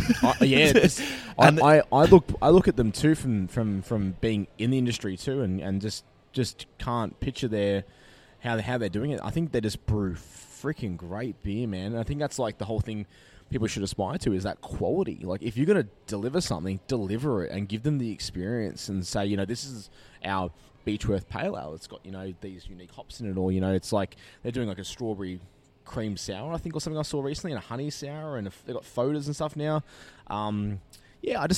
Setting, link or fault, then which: setting, busy venue